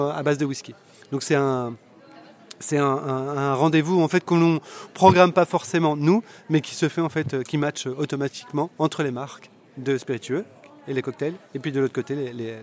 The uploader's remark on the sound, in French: A l'occasion de Whisky Live Paris 2023, nous avons interviewé quelques personnes. Au festival Whisky Live Paris.